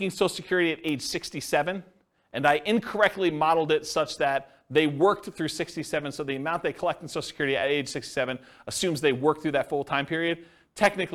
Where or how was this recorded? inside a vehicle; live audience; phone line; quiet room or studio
live audience